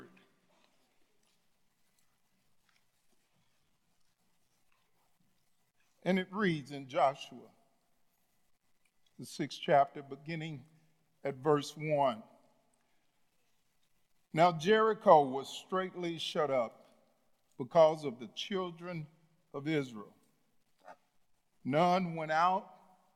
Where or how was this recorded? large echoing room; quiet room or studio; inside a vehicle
large echoing room